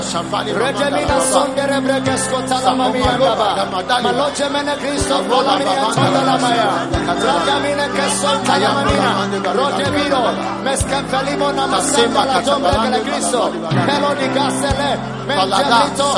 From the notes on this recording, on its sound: Preached at the New Year's Eve Service, First Love Church.